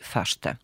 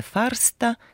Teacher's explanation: Сочетание согласных «р» и «с» часто сливается при произношении · Shown in: first take · «вша». Получается не «фарста», как пишется, а «фашта» – пригород.